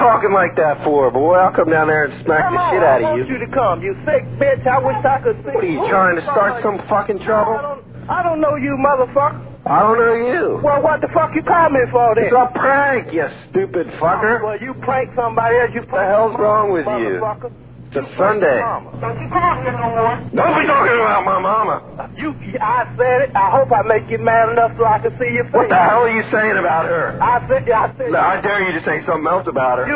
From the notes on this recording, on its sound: Prank Phone Calls